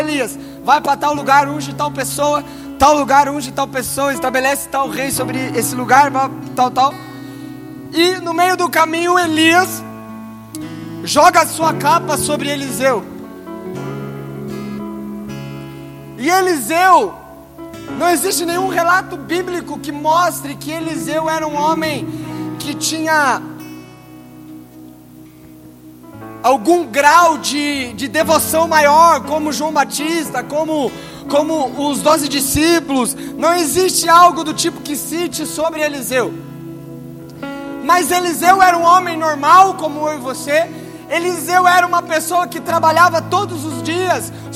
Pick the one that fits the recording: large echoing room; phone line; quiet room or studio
large echoing room